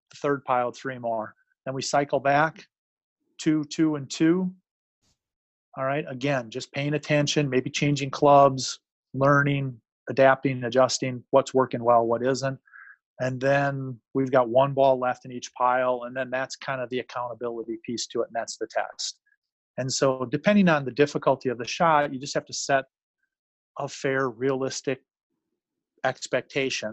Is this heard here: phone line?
no